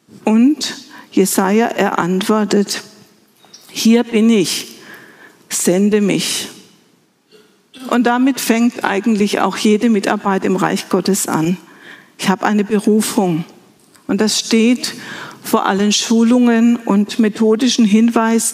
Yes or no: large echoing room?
yes